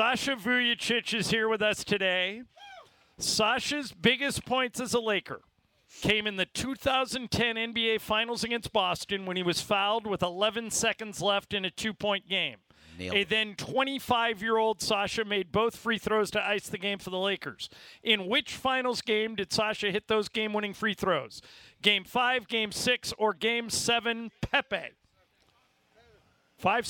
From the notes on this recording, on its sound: LIVE From Ralphs in Redondo Beach!